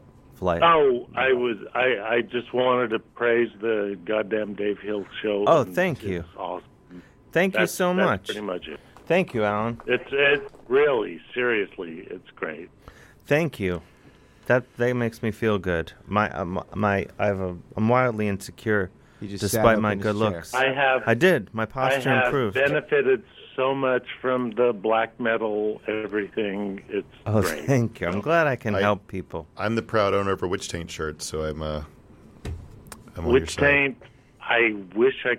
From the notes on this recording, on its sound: talks on the phone and stuff